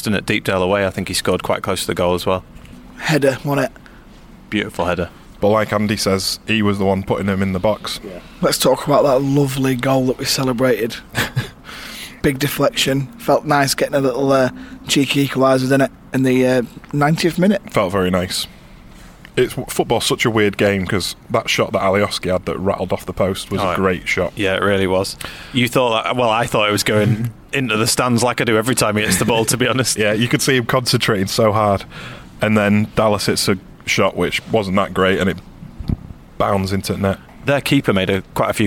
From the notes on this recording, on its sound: sit in a carpark near Elland Road